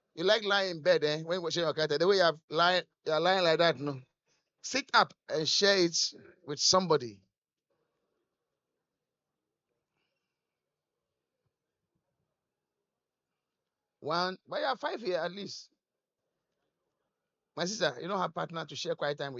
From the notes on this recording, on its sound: Encounter Service. Preached at The Qodesh.